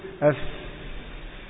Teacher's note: عند الشفتين، إذا الباء مخرجه الشفتين تقول أف، هذا أضيق مكان مر منه النفس في الفاء، أين هو؟ بطن الشفة السفلى وأطراف الثنايا العليا